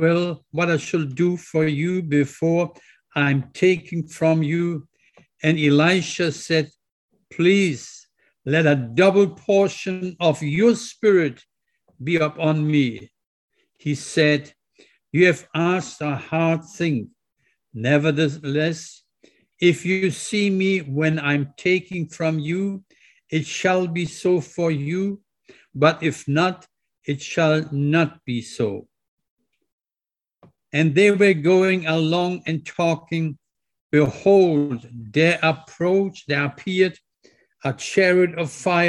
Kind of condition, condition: setting, large echoing room